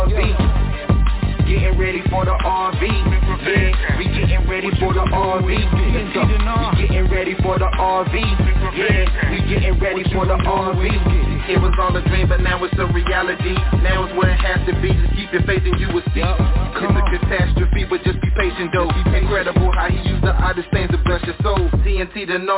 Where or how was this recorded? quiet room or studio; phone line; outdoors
phone line